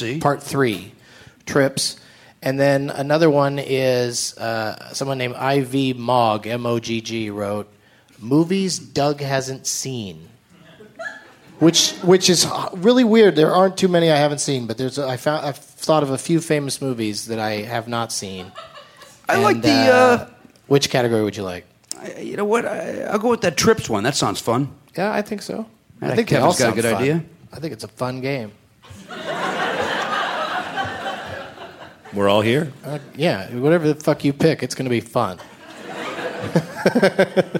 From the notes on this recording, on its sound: recorded at Largo in Los Angeles, CA on Monday, September 13, 2010.